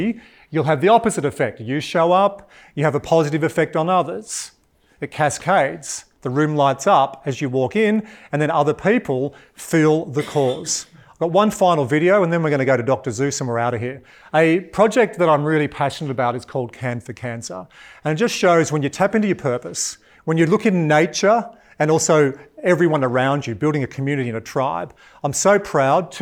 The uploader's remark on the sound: In this episode that was recorded at a live event.